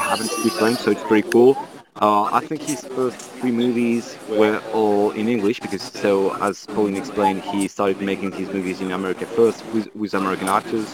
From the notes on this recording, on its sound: joins us live from a cafe in Lyon, France